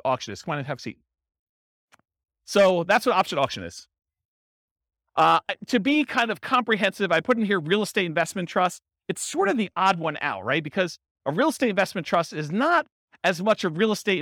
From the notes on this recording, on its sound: This was a live class recorded to give investors a solid qualitative overview of all the different real estate investing strategies. In-person version.